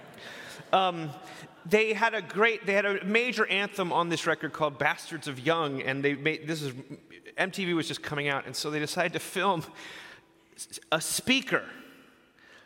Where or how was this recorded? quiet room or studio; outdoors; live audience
live audience